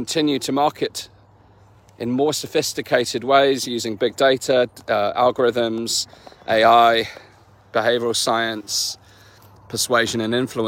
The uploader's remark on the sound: In this walk & talk